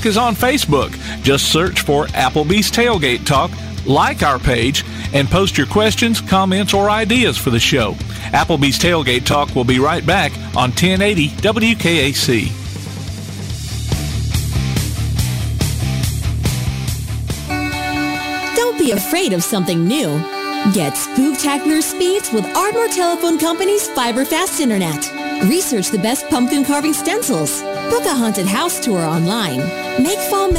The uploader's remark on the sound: Live at the Car Show at the Sportsplex